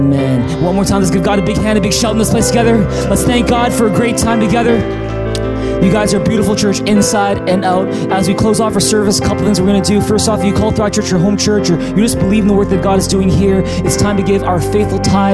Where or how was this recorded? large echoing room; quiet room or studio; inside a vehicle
large echoing room